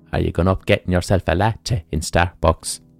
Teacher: It's similar to a Cork accent, but the Cork accent has more melody, much more ups and downs. The Limerick accent is a flat, diaphragmatic rhythm. It's not nasal. It comes from between the throat and the chest.